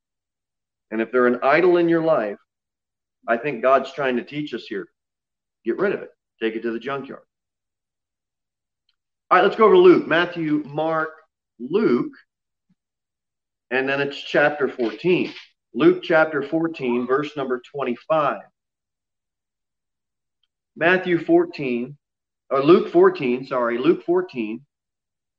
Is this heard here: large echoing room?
yes